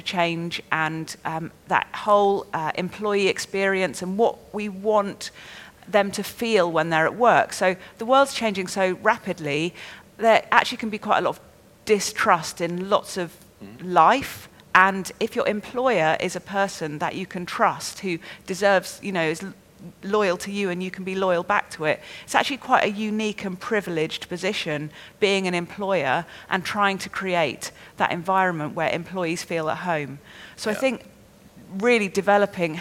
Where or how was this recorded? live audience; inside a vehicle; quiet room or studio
live audience